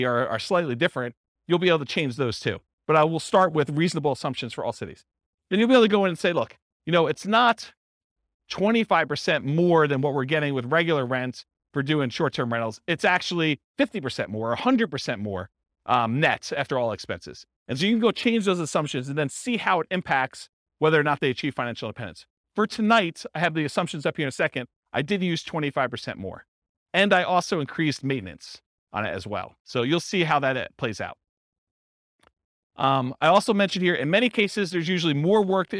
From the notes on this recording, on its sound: This was a live class recorded